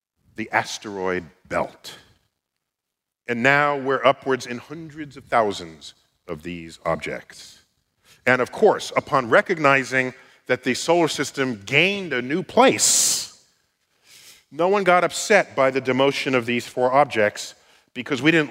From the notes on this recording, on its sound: StarTalk Live! at the Beacon. Our show from NYC’s Beacon Theatre.